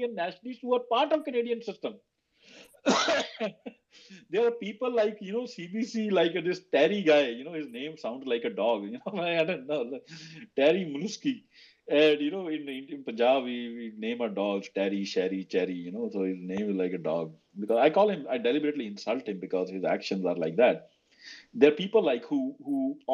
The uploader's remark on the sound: recording of a twitter space